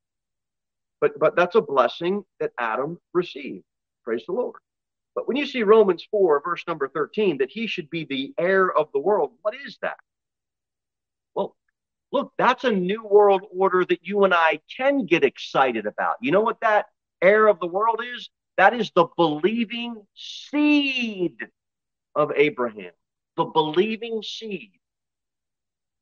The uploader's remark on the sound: Sermon delivered at Pilgrim Baptist Church on Sunday, May 1, 2022 at 6 pm.